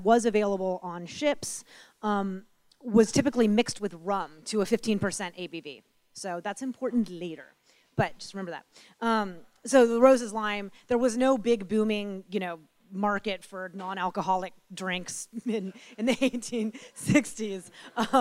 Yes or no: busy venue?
yes